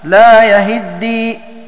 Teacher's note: فتحصل من هذا كله أن شعبة يقرأ بكسر الياء والهاء لا يهدي، وأن حفصا يقرأ بفتح الياء وكسر الهاء